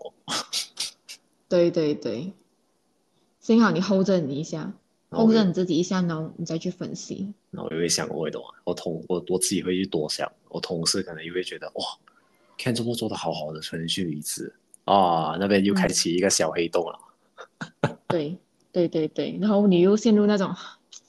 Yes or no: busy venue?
no